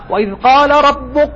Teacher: ما تسمع صوت الكاف، والسبب أننا سحبنا منه الهمس